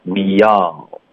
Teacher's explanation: 去，why，不要发 why，OK，、okay.后面 don't 也是一样的，它是一个双元音，要爆开，要撅嘴，don't，多快，都还是需要有这些基础的动作，结尾 n 的音，舌尖要顶上颚，OK，不能发动。Don't 不一样。Why don'twe？后面呢？All 跟 we 之间呢？我们不会停顿呢、啊，我们要连读。所以 we，你的一的音，接下来就直接张嘴，降舌，进入一个啊的音，那就会导致一个很轻的耶的音。We are 有一个耶的音会出现，不要刻意的发，给、okay,别 we 耶幺这样，这个耶。不要刻意，你只要连读就 OK 了。就是说不要咬得太重，不要刻意把那个野音发出来。对对对，那这个 all 结尾 L 的音呢，我们的舌尖会顶着上颚发这个 L，不要动嘴唇发呜的音。We allOK，你应该发 all 的过程中呢，从头到尾都是能看到牙齿的。如果你看不到牙齿，那就是你嘴唇开始撅起来了，别撅嘴。